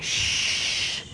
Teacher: But when you make sh, the tongue doesn't totally touch the top of the mouth. There's airflow over it continuously, so it keeps flowing